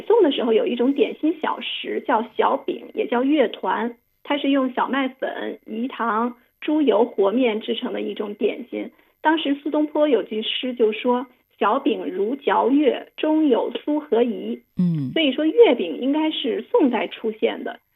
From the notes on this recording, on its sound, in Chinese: 今日《轻阅读》电话采访本书责编